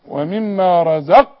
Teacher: كل قاف في المصحف كله مدام عليها السكون نقلقل القاف وقلقلة القاف اقفل الحنجرة ومما رزق قفلت الحنجرة اقوم اطلع شوية هوا تحصل القلقلة